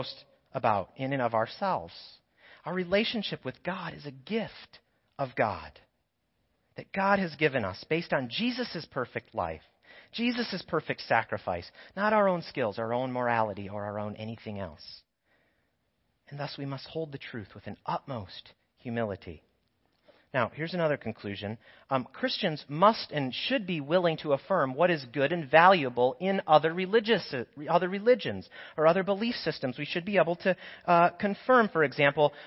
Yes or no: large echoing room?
yes